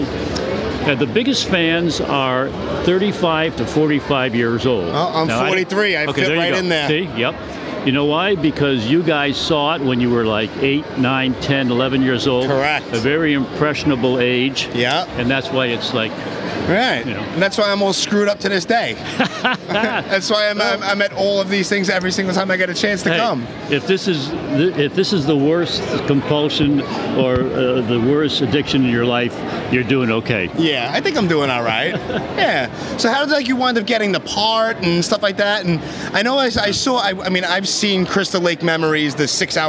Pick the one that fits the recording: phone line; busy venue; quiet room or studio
busy venue